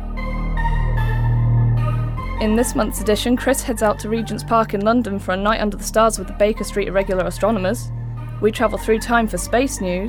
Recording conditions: wind noise